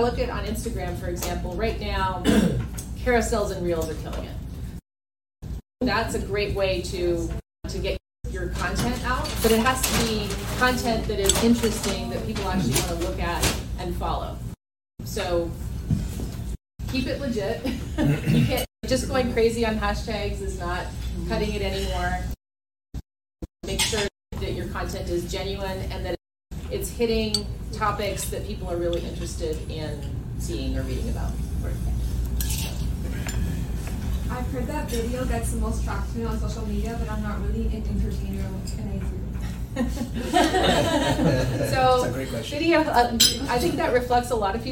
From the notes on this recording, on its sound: This podcast is a live recording of a marketing AMA at a small business event.